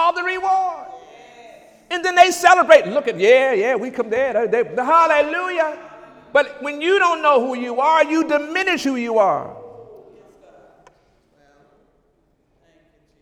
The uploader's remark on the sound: During Sunday morning service on February 26, 2017